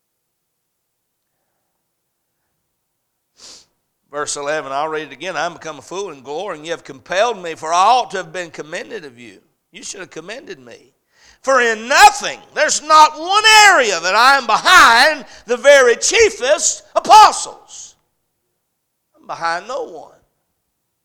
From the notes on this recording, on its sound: A message preached at Crossroads Baptist Church